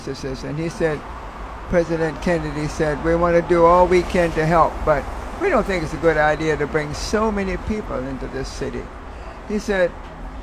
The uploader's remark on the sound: We recorded our mile long conversation along DC’s U Street Corridor, historically known as Black Broadway.